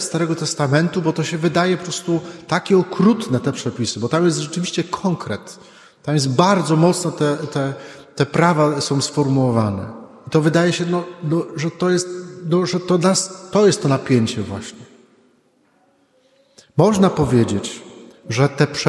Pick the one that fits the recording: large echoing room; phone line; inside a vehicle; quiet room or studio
large echoing room